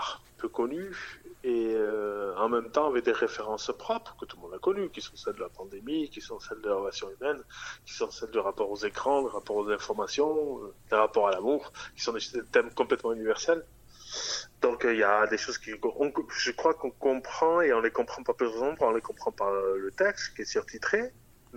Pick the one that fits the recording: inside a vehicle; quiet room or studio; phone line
phone line